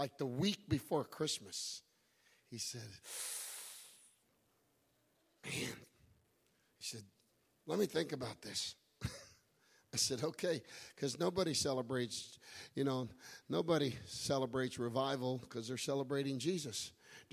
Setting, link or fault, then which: setting, large echoing room